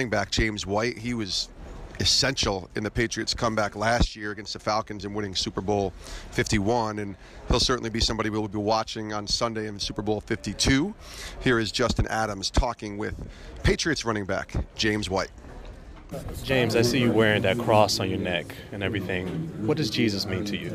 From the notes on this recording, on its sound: Live from Super Bowl LII in Minneapolis